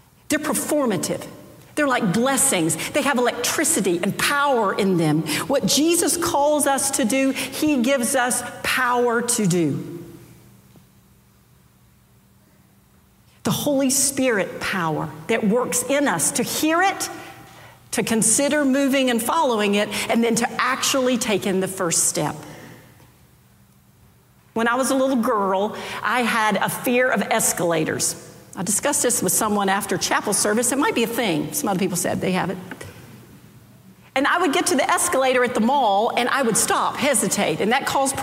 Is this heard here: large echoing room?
yes